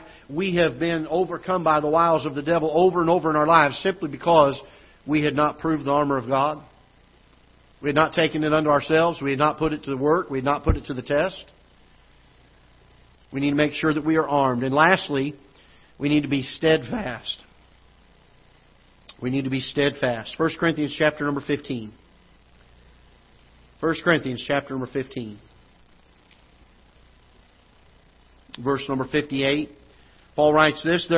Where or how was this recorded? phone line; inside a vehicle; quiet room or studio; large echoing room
large echoing room